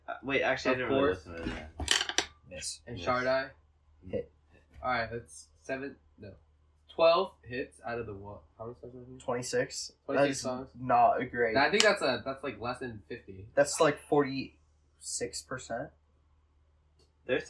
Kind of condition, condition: fault, poor sound quality